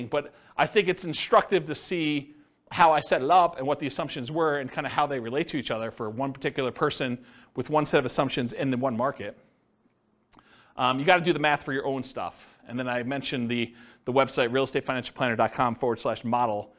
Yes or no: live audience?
yes